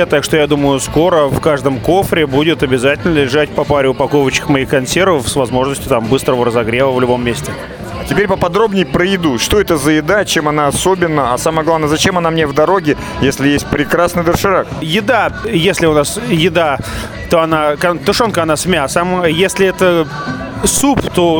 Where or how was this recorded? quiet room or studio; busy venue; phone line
busy venue